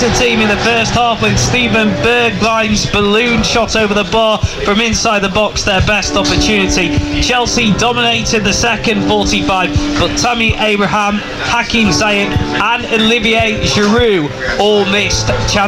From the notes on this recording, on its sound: live in Croke Park